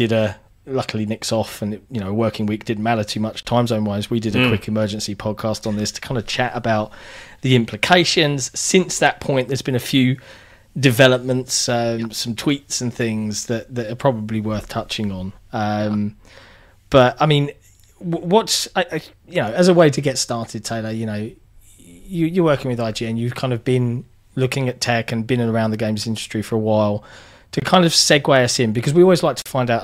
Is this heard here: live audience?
no